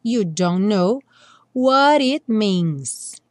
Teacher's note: No don't know, a gente não pronuncia nem o T do don't, nem o K do know, porque a gente nunca pronuncia mesmo o K do know. Então, a gente tem a junção dos dois N's